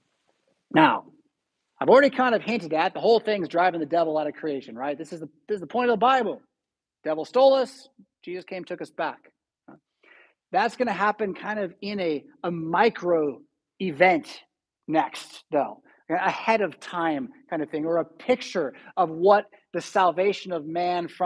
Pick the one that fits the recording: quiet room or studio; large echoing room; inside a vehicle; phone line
large echoing room